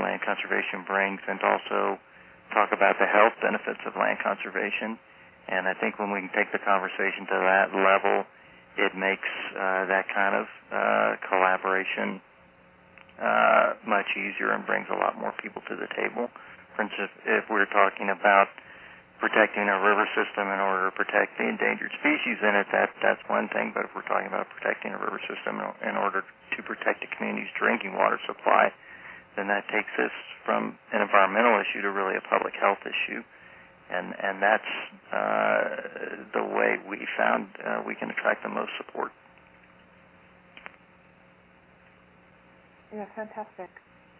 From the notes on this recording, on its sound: Call recorded on March 10, 2011.